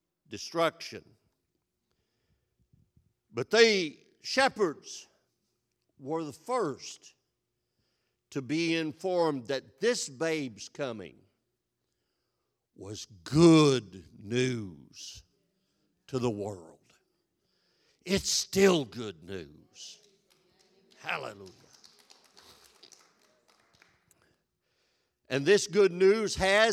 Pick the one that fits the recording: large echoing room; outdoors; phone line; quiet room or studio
large echoing room